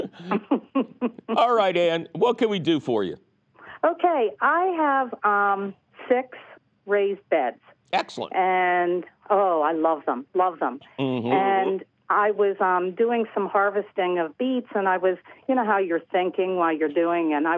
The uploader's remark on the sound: your fabulous phone calls!